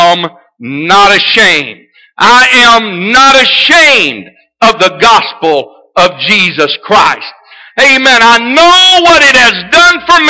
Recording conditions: large echoing room